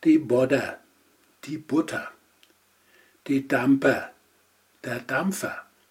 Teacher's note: Die Verbindung eines kurzen E mit einem R wird lautlich in einem einfachen Vokal verändert, das heißt zu einem Laut, der je nach Region entweder als E, schwaches A oder Ä ausgesprochen wird. Drittens, bei der am weitesten verbreiteten Variante wird ER lautlich zu einem schwachen Ä.